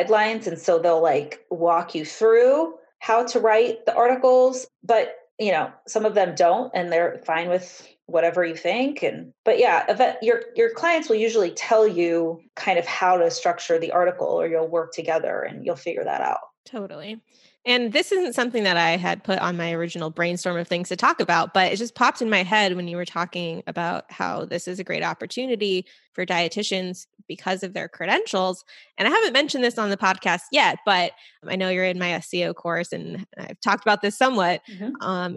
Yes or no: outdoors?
no